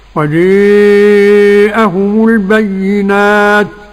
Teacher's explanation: وأمال جيء على أربع حركات ابن ذكوان عن ابن عامر وخلف العاشر